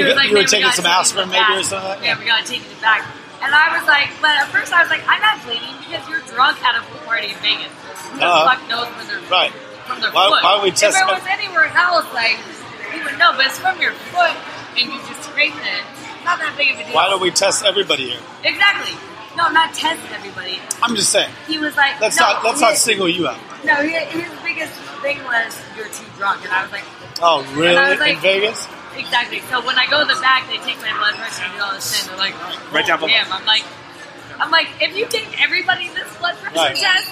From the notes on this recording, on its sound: Live at the Old Crow in Hunting Beach